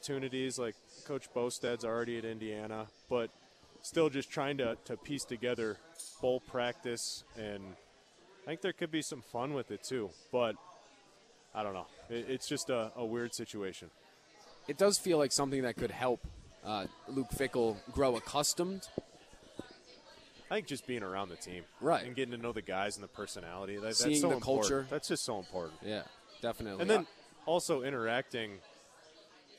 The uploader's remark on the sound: live from Monk's in Sun Prairie